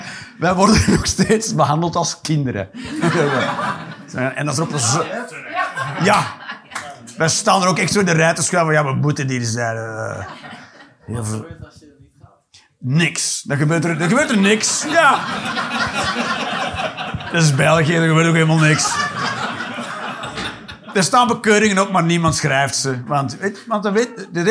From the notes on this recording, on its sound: Live 15 November 2023, Kargadoor, Utrecht.